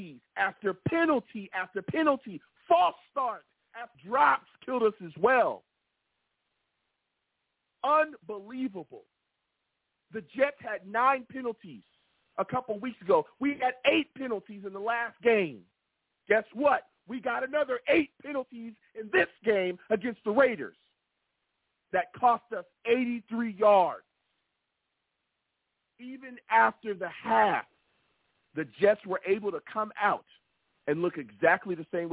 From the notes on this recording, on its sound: I take live callers!